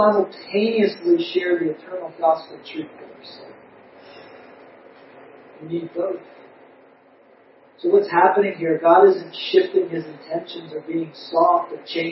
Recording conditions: poor sound quality